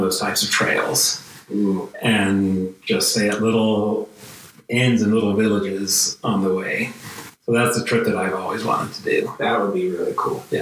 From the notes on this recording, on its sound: This episode was recorded without the microphones on, by accident Still a great conversation, though the sound quality suffers slightly.